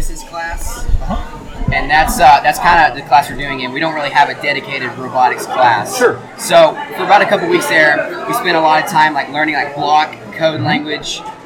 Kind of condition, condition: setting, busy venue